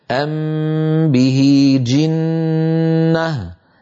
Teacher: خطأ على القول بإخفاء الميم، على القول بإخفاء الميم هذا خطأ، لابد أن يطول الغنة فيقول أم به جنة، لأن غنة الإخفاء غنة كاملة كما ذكرنا في ميزان الغنن